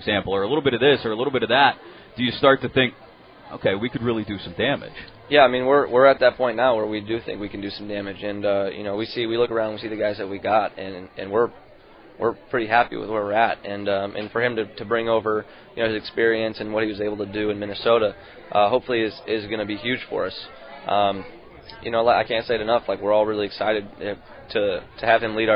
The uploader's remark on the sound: LIVE from PiratesFest Saturday afternoon at PNC Park